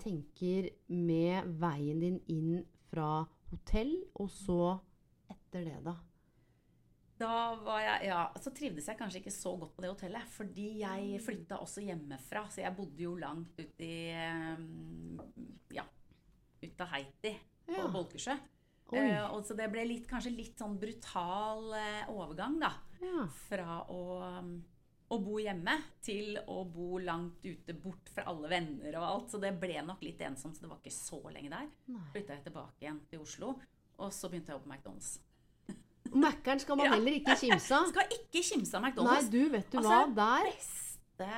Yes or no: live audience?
no